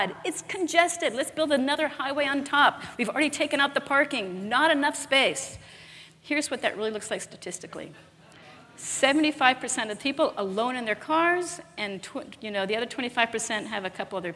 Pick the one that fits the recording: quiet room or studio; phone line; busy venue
busy venue